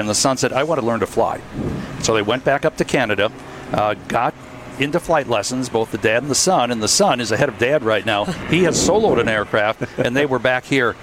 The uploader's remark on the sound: Wisconsin's Afternoon News Live at EAA Airventure Oshkosh.